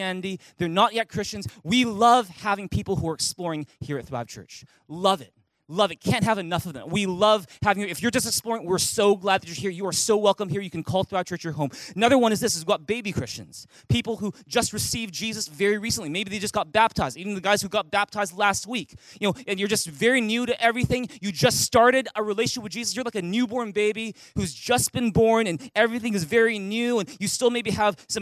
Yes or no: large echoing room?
yes